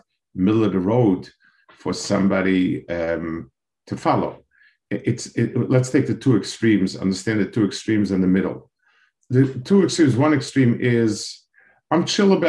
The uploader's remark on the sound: This shiur take place over Zoom